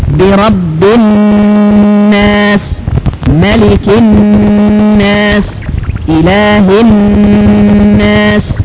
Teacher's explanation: حكم النون والميم المشددتين واحد، وهو أنها تنطق بغنة، أو كما يقول بعضهم إن حكمها الإظهار بغنة، يعني الحرف يكون من مخرجه في غاية الوضوح ولكنه بغنة، وهذا معنى أنك تبقى على الحرف مقدار حركتين تقريبا بحسب يعني حركات علماء التلاوة.